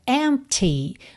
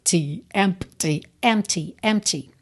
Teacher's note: Você reparou que o P é completamente mudo